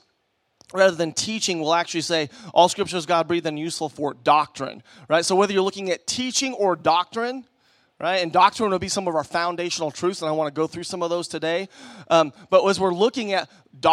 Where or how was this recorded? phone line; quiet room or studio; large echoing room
large echoing room